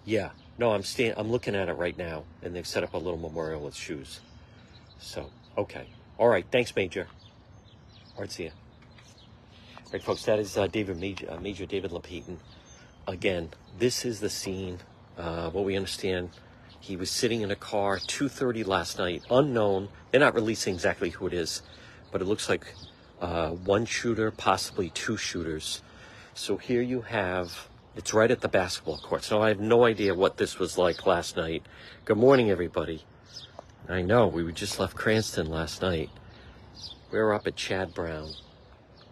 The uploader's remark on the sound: on-the-scene Livestream in Chad Brown